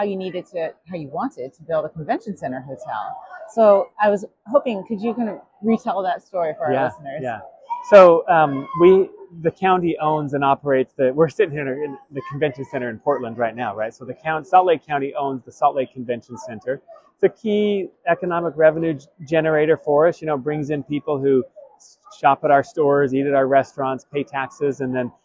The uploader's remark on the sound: at the Government Finance Officers' Association 2023 annual conference in Portland, OR